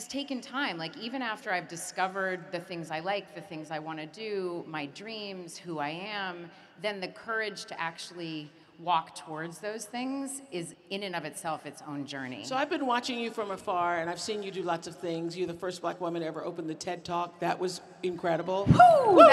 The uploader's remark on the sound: In front of a live audience in Dallas, Texas.